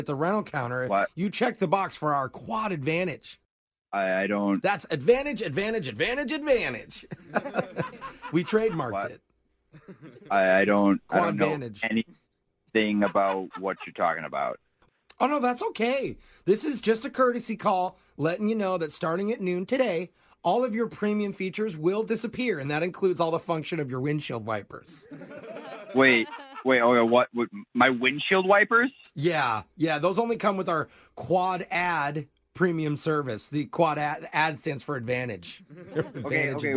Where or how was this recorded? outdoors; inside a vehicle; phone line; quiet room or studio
phone line